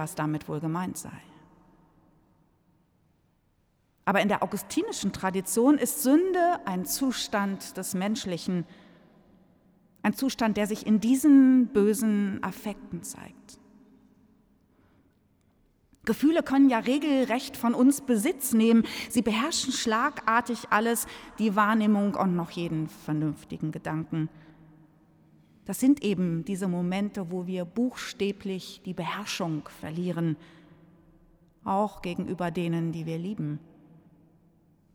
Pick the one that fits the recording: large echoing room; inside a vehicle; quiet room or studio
large echoing room